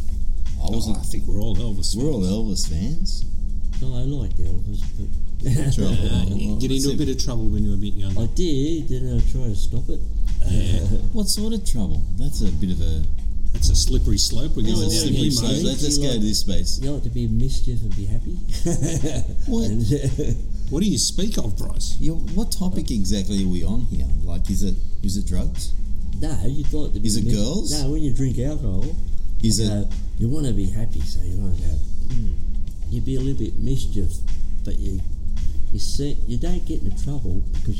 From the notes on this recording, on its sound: recording live from the Brighton Lakes Recreation & Golf Club in Moorebank.